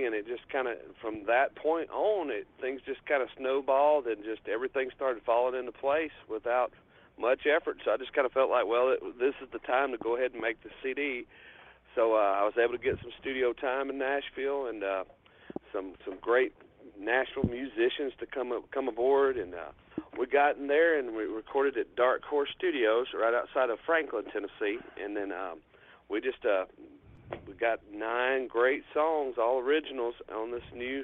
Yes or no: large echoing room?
no